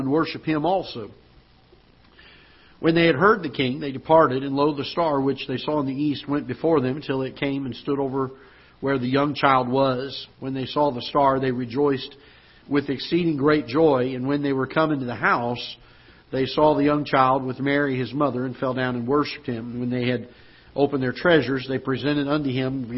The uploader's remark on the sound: Ketha Heights Baptist Church ~ Live Broadcast